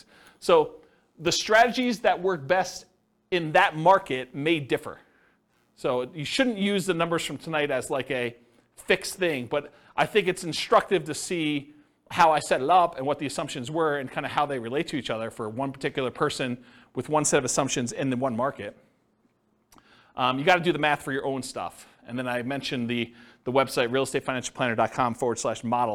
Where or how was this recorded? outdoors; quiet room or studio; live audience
live audience